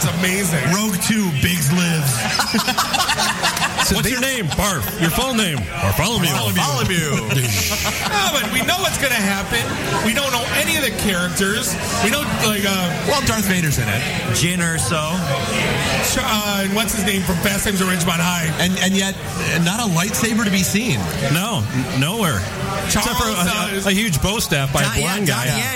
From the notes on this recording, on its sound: Podcast Detroit Shows live from Falling Down Beer Company.